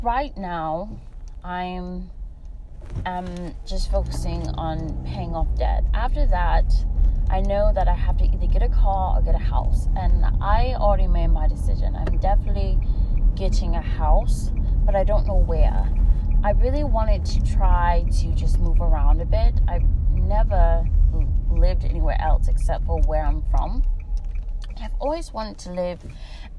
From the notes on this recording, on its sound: Sorry for the static! My mic stopped recording in the middle but I completed the audio!